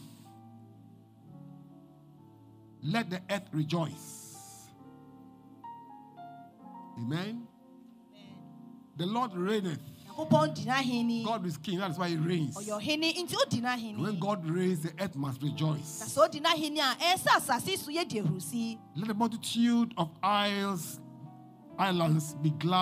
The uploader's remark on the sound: Preached at LCC Goshen